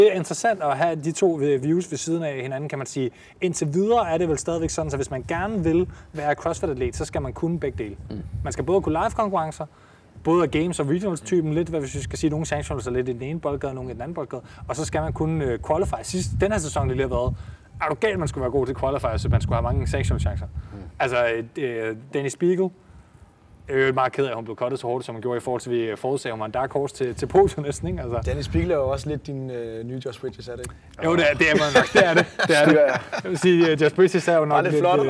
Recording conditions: wind noise